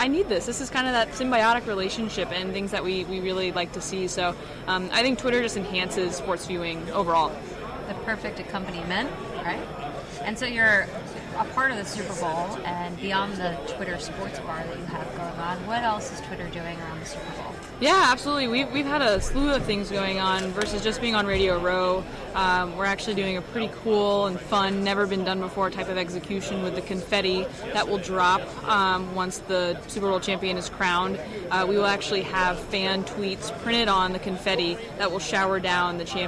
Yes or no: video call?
no